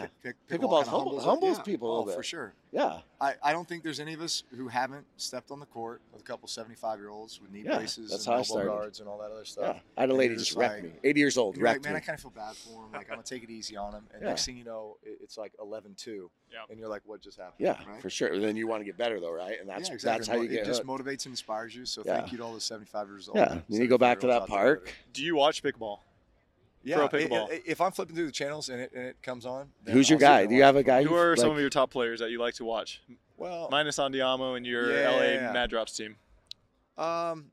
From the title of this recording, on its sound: Live From Super Bowl LVIII